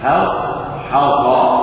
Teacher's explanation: لان الحاء مرقق بعدها صاد مفخمه مخبره وبعد الصاد حاء مرققه ايضا بعدها صاد مفخمه مخبره. فهو يحذرك من ان تفخم الحاءين الحاءين لمجاورتهما للصادين المفخمتين المطبقتين فتنطق بالحاء وتخطئها هكذا حصحص.